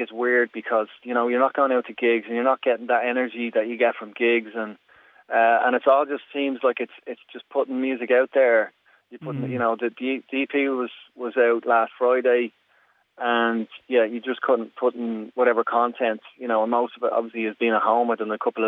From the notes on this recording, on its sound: Over the phone, as he took a break from shooting his latest music video.